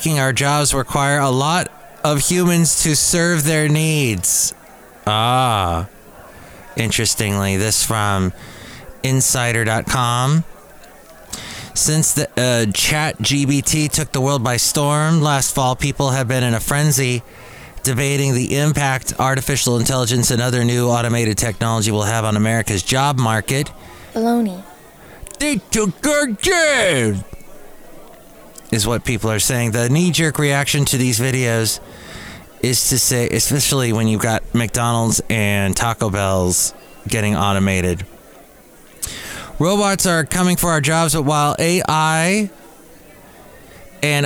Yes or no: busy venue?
yes